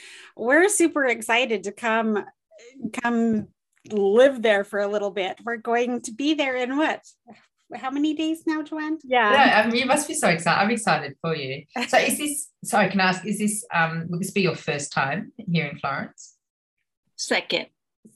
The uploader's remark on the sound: A rainy day in Florence via Zoom.